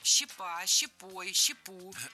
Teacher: Щепу – это неверно. Опять же, в единственном числе ударяем только окончание.